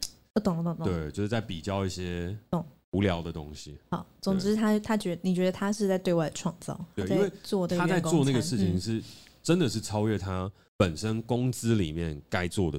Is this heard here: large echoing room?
no